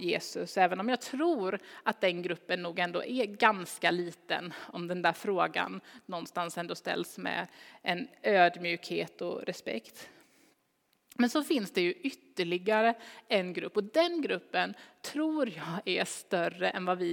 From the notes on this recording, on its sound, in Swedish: Inspelning från Immanuelskyrkan Skövde.